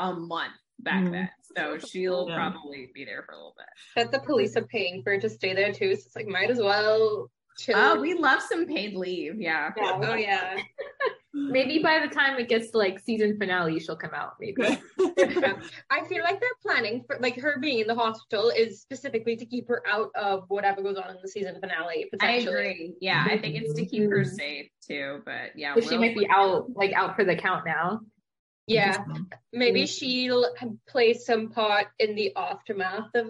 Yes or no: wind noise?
no